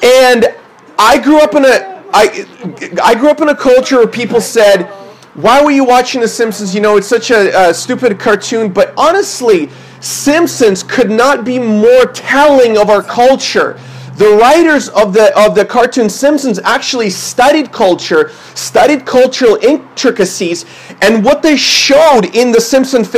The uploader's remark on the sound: This is a sermon I preached at my church based on 1 Thessalonians 2:8-22.